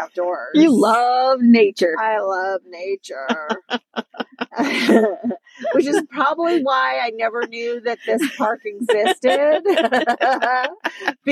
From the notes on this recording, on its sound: back in the car